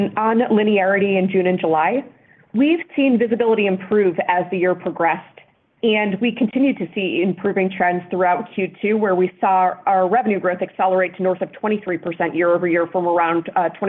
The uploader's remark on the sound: Second Quarter 2023 Earnings Conference Call